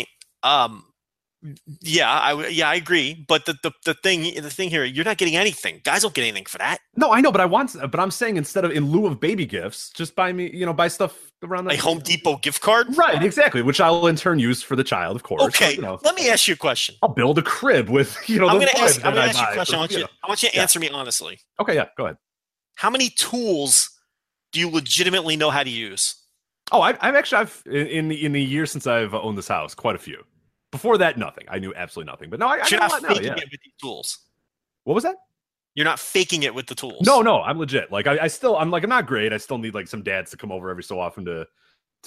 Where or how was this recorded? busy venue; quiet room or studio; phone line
quiet room or studio